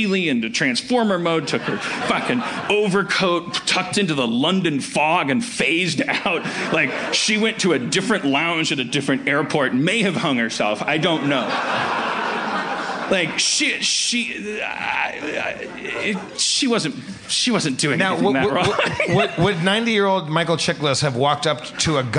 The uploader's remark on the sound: LIVE from Esther’s Follies at SXSW’17 in Austin, TX. Audience members.